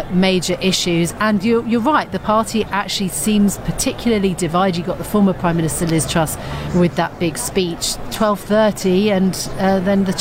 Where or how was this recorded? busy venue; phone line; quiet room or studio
busy venue